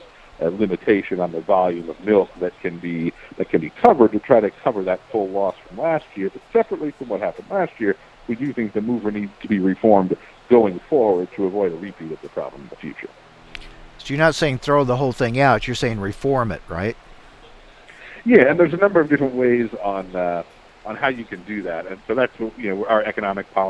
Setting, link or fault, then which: setting, busy venue